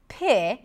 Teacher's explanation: It has an aspirated P, so we hear a little H right after